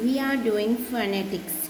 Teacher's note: Since phonetics is the most important word here, the stress syllable in this word receives the pitch change.